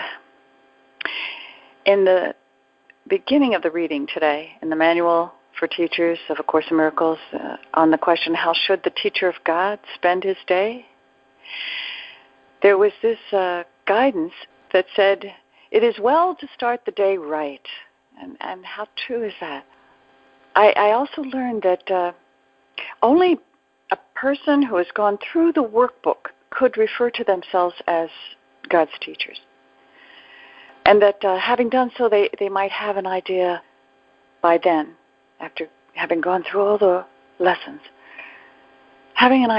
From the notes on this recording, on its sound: ACIM Daily TEXT Conference Call